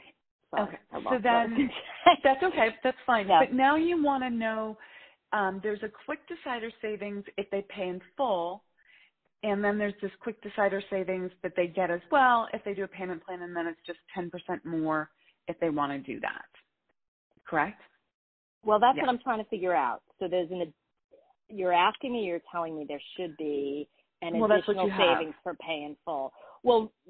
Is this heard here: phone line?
yes